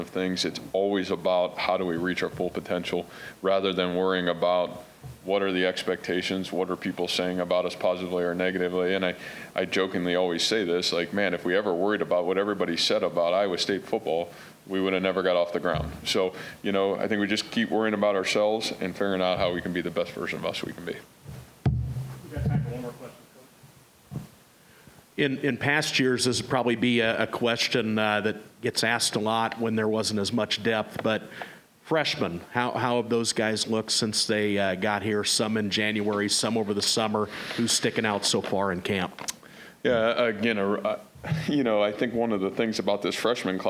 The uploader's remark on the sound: press conference from Iowa State's 2021 media day festivities